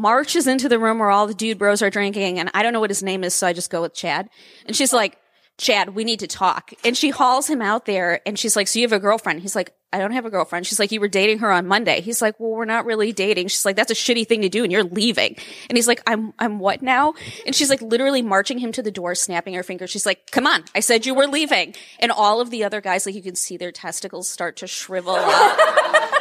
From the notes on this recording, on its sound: Live From BookLovers Con. It’s our live show from Book Lovers Con 2019! Giving us a space with a sound system to record in. Apologies for uneven audio - I did my best to fix it, but it’s a bit uneven at times. Sometimes the mics picked up my voice in two places, so there might be an echo. This is a bit off from my usual audio standards, and I’m sorry about that.